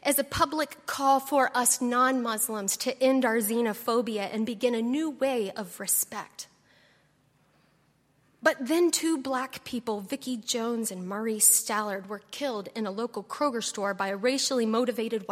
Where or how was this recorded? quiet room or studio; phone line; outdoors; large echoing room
large echoing room